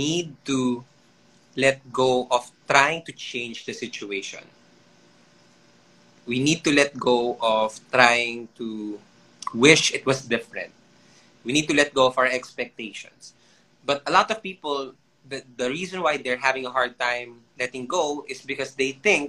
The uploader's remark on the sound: IG Live Interview